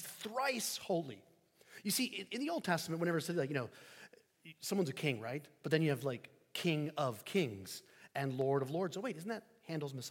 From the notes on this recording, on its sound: Sermon preached at 1030am, 24 DEC 2023 at St Peter the Fisherman, NSB.